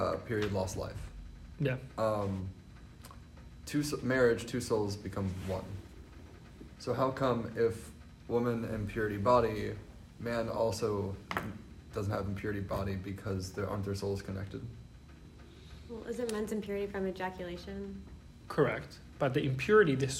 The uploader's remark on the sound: This episode is a recording of Lesson 4 of the Wednesday Night Torah class at YJP